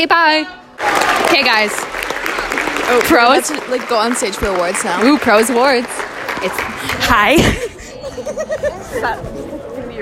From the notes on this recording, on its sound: we are on stage for Prose Awards